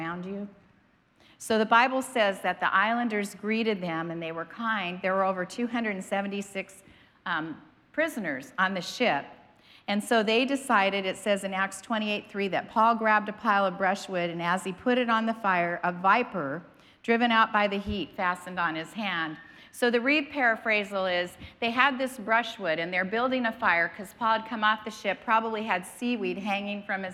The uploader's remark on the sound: was preached on March 27th at the 10AM service.